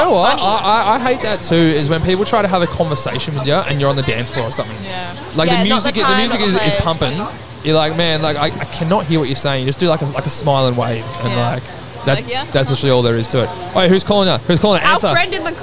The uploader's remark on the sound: We setup camp in line at our favourite Thursday night hotspot. If you wanted to be on this weeks episode then you had the opportunity to jump on the mic with us!